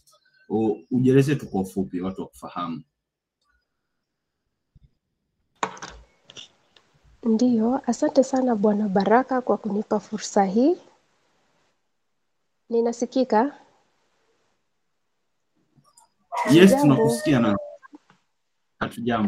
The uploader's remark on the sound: Live webinar.